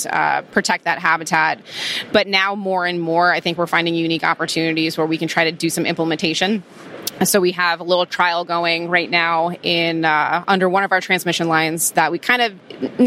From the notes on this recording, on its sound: we are back at the Trees & Utilities 2023 Conference